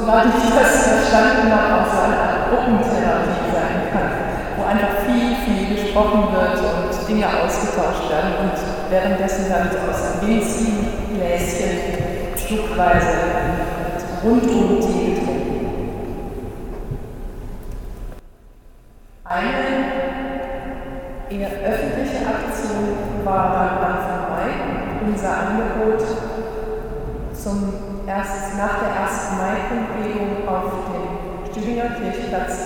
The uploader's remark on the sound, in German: Am vergangenen Freitag Abend fanden sich einige Interessierte aus Freiburg in der Herz Jesu Kirche am Stühlinger Kirchplatz ein.